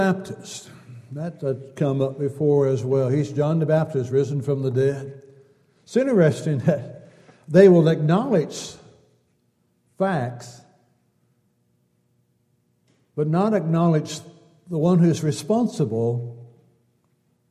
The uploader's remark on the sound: Downtown Church Of Christ Audio Sermon